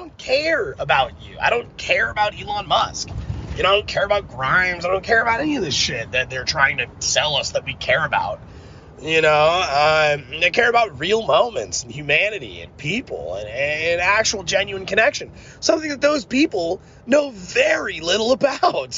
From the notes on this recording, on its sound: me rambling in the car